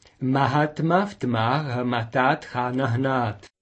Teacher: une sorte de « ge » soufflé qui sort du fond de la bouche, à ne pas confondre avec le « he », craché du fond de la gorge.